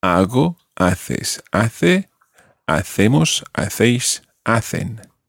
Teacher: notice in every single one of them, you've got a silent H